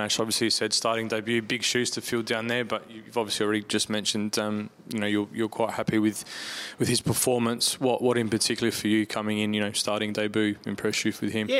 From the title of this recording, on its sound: post-match press conference